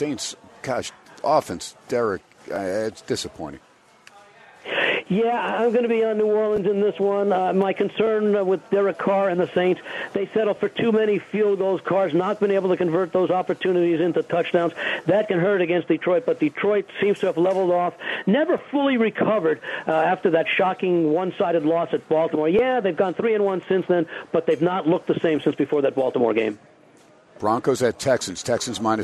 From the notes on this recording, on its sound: HUMP DAY AT STEINERS PUB. "Live" from #SteinersPub #LasVegas.